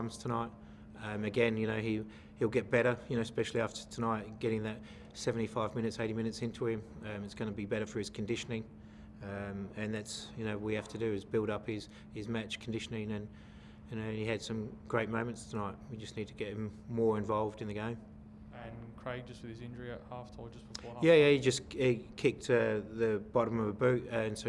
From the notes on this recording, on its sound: Post-match Press Conference | Adelaide United v Sydney FC.